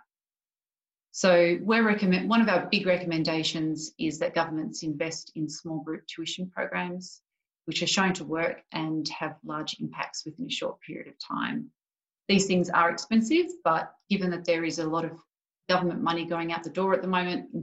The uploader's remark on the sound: Webinar recording